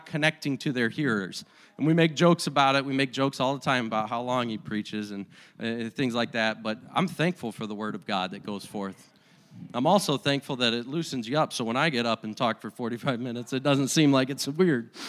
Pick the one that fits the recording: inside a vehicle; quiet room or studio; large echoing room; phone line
large echoing room